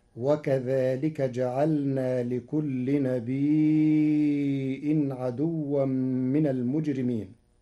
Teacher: قرأ ورش كلمة نبي بهمز بعد الياء الساكنة فيمدها مدا متصلا لأنها أصبحت مدا متصلا مشبعا على الأصل فتصير هكذا.